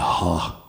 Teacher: H is classified as a voiceless pharyngeal fricative